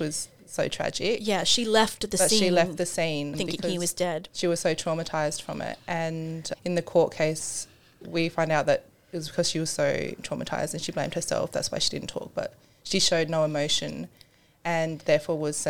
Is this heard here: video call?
no